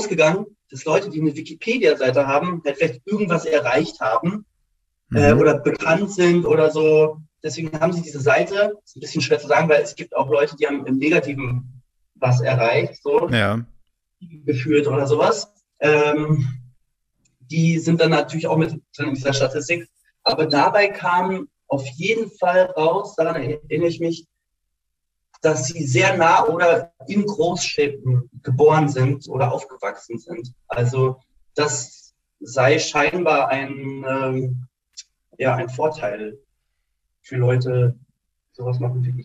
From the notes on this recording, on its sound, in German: via Zoom gesprochen